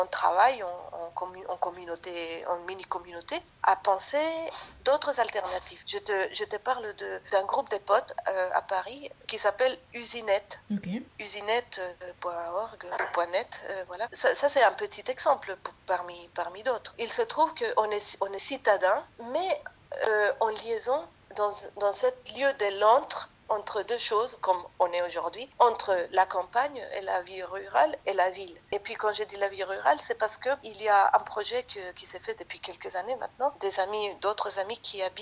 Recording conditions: phone line